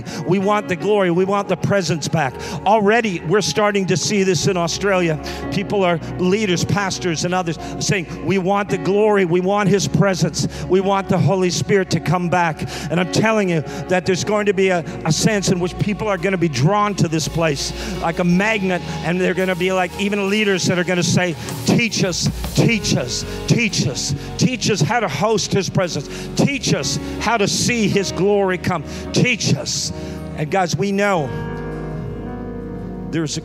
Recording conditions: large echoing room